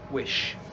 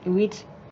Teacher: she is changing the middle vowel, the I, to E. So a short I to a long E. · Shown in: second take · And then she's changing the sh, the sh on the end, to a t.